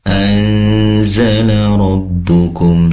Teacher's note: Izin ketika membaca, Mada anzala. Anzala, pastikan ikhfa di sini, durasi dengungnya lebih lama ya. Anzala rabbukum, seperti itu.